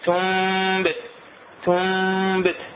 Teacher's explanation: يعني ما أطبق الشفتين، ما أخليها تبين ميم صافية، مو ميم كاملة. · Term: الإخفاء الشفوي